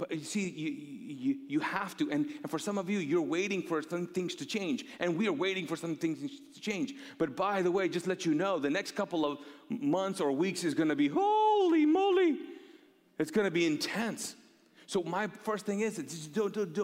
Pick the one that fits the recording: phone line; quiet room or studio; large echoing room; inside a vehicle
large echoing room